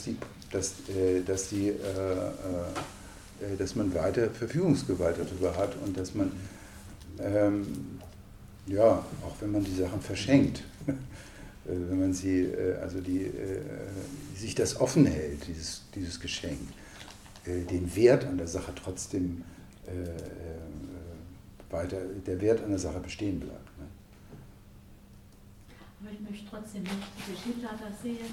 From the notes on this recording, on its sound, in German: Dieses Gespräch – inklusive der Fragen und Einwürfe aus dem Publikum – wurde aufgezeichnet und ist hier nachzuhören. Präsentation und Gespräch am Abend der Finissage.